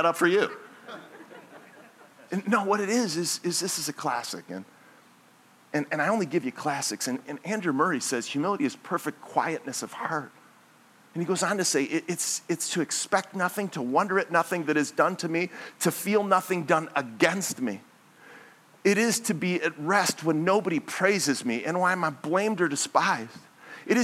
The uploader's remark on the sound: This message was originally preached at Highpoint Church on Sunday, December 3, 2023